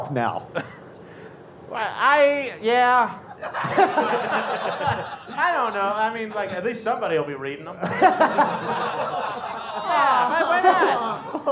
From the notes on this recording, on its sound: In a very special LIVE episode from Number 38 in Denver, Colorado.